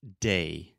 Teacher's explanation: unlike fixed vowels, moving vowels it changes. We have two different sounds in one sound